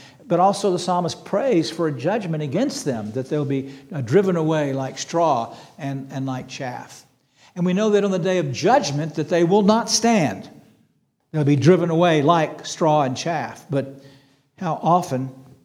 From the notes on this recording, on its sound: This sermon was preached on April 2, 2023 at Antioch Presbyterian Church, a mission work of Calvary Presbytery of the Presbyterian Church in America located in Woodruff, South Carolina.